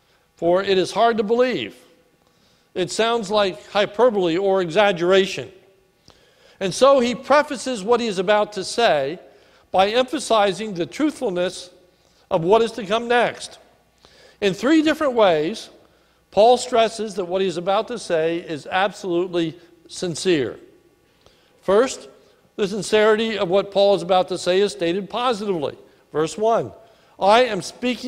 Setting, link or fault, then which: setting, large echoing room